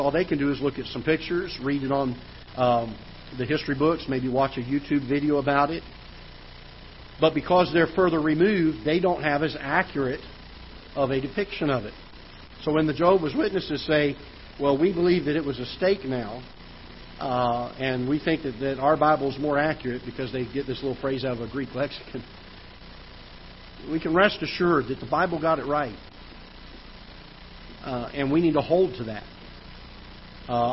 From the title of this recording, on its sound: Ketha Heights Baptist Church ~ Live Broadcast